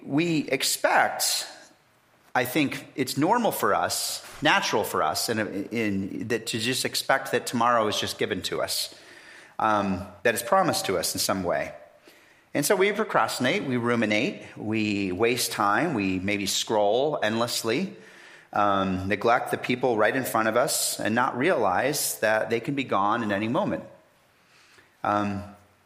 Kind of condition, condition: setting, large echoing room